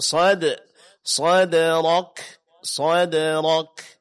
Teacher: Huruf dal di sini adalah qalqala. Karena dia huruf dal tipis, maka qalqalanya ditipiskan. Jangan terpengaruh oleh tebalnya huruf sad sebelumnya atau huruf ra setelahnya.